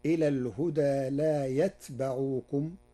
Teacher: قرأ ورش كلمة يتبعوكم بسكون التاء وفتح الباء، فتصير إلى الهدى لا يتبعوكم، وهي من لغات العرب.